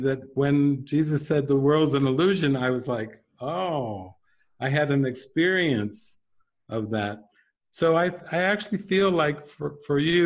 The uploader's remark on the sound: Q&A session from the "Prayer—The Medium of Miracles" online retreat